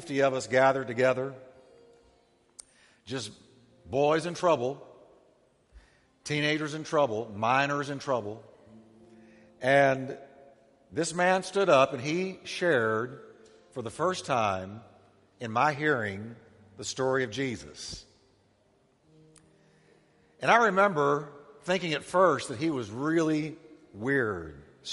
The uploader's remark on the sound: Christmas Eve Service